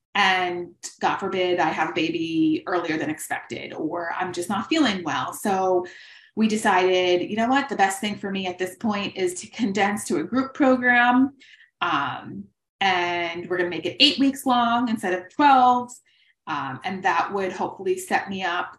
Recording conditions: video call